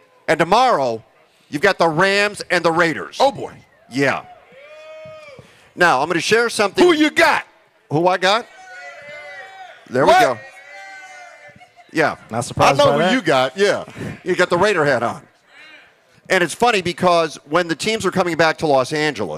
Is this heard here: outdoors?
yes